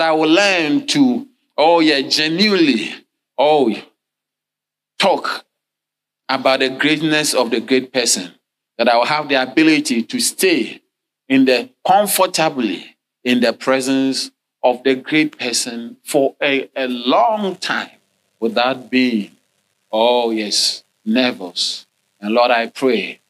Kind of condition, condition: setting, large echoing room